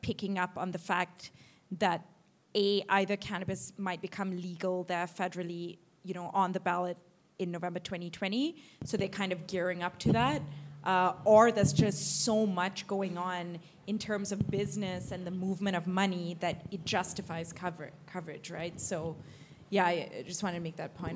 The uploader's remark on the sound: This time around we’re publishing a live-recorded panel discussion moderated by local cannabis accelerator program Leaf Forward as part of our new monthly Cannabinoid Futures speaker series.